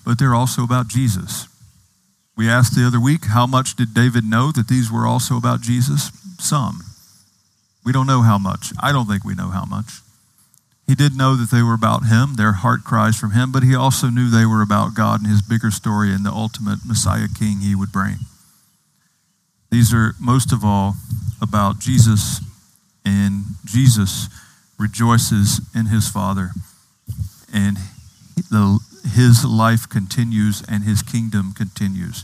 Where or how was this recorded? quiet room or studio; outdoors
outdoors